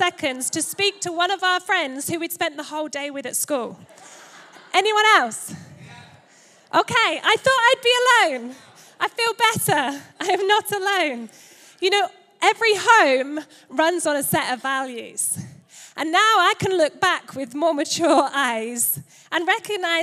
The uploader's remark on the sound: Recorded Live at Life Church Lancashire.